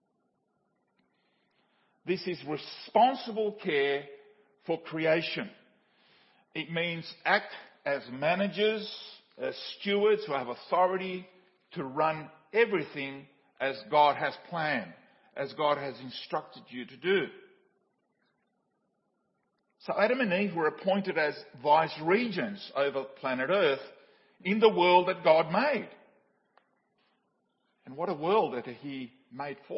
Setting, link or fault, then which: setting, large echoing room